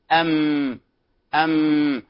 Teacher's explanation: المخرج الذي يليه إذا تكرمتم وهو حرف الميم أيضا يخرج من الشفتين، أم ما مو مي بجميع حركاتها من بين الشفتين بانطباقهما، أي شفتين معا، ولكن انتبهوا، يصاحب مخرج الميم غنة من الخيشوم